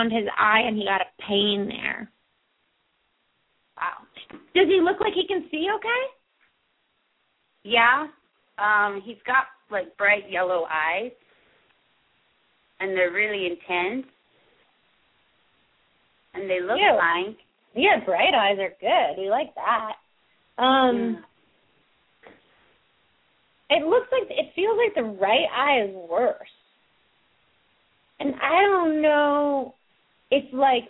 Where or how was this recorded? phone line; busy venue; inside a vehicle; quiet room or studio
phone line